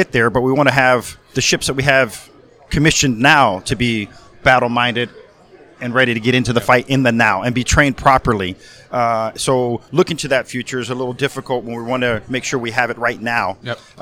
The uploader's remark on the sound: Force Master Chiefs Live from SNA.